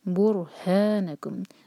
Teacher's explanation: یہاں پہ را ہیوی ہونا چاہیے، را ساکن سے پہلے دمہ ہے